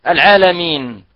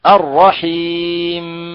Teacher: نغلق يعني مخرج النون ونغلق مخرج الميم عبر الشفتين · Term: الإظهار